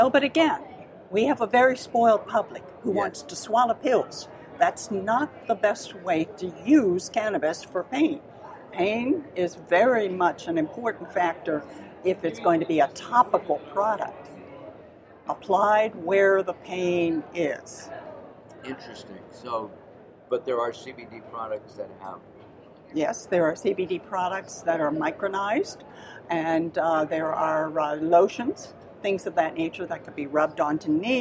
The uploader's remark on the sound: LIVE from Supple Side West in Las Vegas